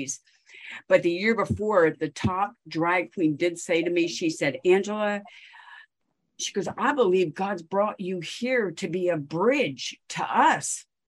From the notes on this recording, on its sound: In a ZOOM session. Of City Builders Church in Sale, Australia.